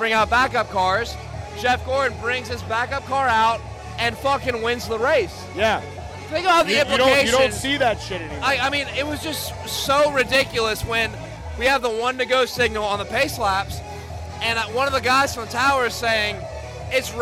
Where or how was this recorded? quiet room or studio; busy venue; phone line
busy venue